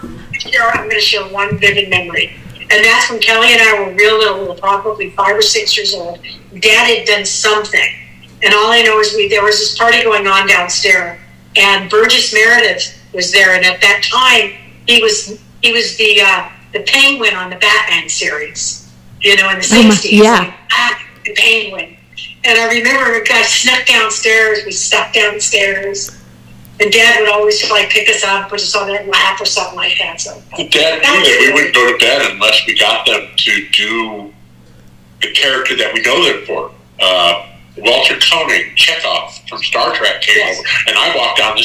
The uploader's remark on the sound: The episode was recorded via phone. Which contributes to the sound quality variances.